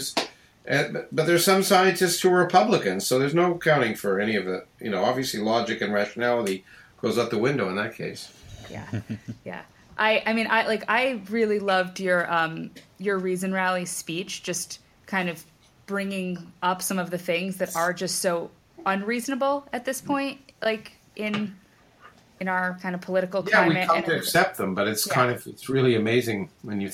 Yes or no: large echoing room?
no